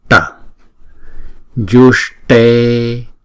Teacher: chúng ta cũng cong lưỡi lại và búng ra T